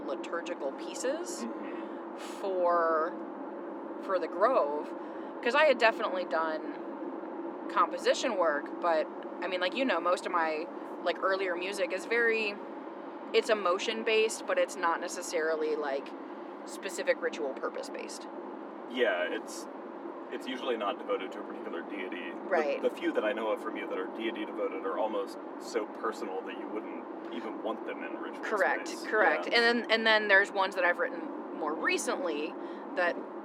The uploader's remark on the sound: Travel out to Harvest Nights and bring you along in the car with them.